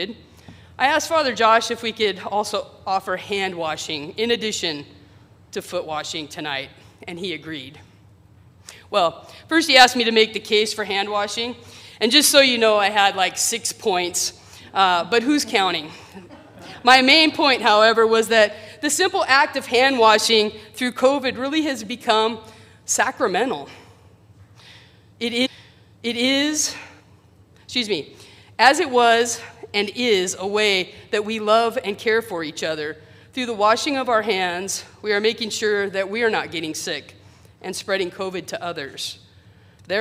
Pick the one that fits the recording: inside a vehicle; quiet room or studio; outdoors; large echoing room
large echoing room